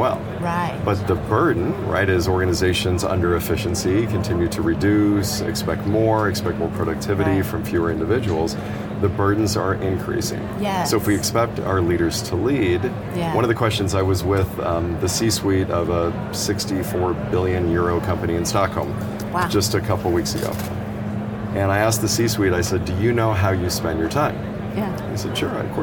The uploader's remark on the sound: studio on the road (again) to the 2023 HR Technology Conference & Exposition , held October 10–13 in Las Vegas